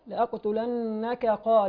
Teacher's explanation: نراعي تخليص الكاف من القاف المرقق من المفخم